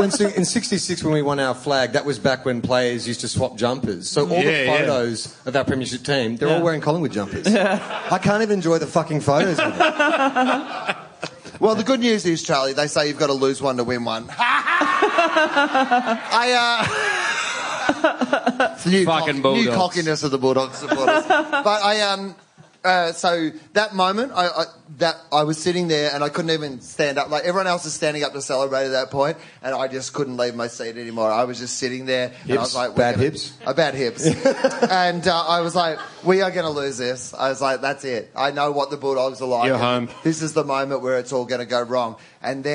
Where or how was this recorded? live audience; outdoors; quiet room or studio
live audience